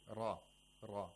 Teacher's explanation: We have a velarization of ra, where the back of the tongue is raised toward the velum.